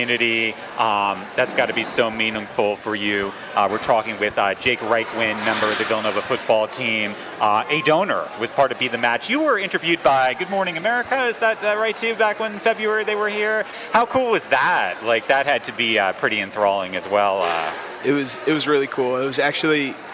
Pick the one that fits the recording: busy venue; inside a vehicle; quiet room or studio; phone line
busy venue